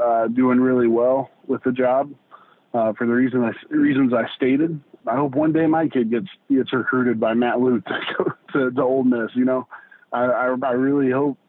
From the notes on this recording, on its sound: joined on the Modern Woodmen phone line